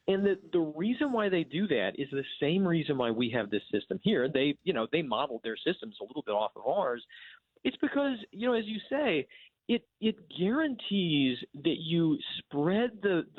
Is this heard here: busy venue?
no